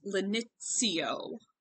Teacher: in the way that Latin is pronounced now in Europe, it would be pronounced lenitio with a ts in there. That's also in ecclesiastical Latin, which is the kind of Latin that most of the kids I knew learned growing up, because we were all a bunch of Catholics.